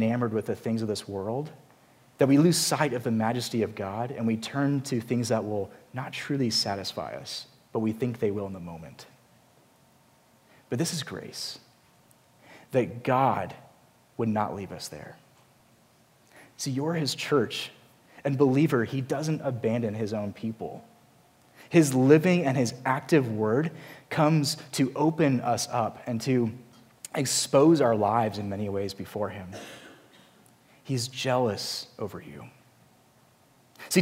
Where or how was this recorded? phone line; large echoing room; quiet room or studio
large echoing room